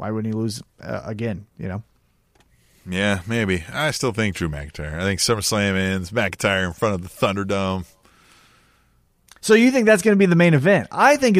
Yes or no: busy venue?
no